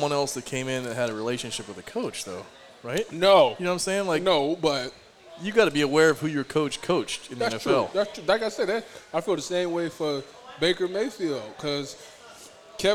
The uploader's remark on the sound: another live Friday night recording from Buffalo Wild Wings, the official sports bar of Eleven Warriors